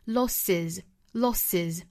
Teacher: 然后尾部呢应该读一个浊音 z losses 那前面的这个 loss 的这个尾部还是清辅音的 s 所以说这个音是不变的 losses 那我注意到很多同学会把 losses 这个元音 a 读成一个比较紧张的那个元音就是一个 e 的那个音哈读成 losses 这里面大家注意不是紧音而是那个松音单元音短元音 a says 相当于是 sit